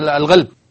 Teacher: من أهل السودان يقولون الغلب صح؟ فينطقون القاف غين